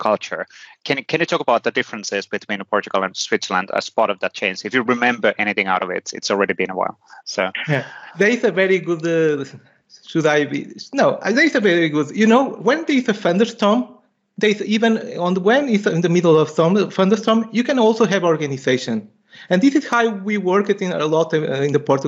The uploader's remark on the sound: This session was recorded in front of web cams in totally audience free rooms on Monday, October 18, 2021.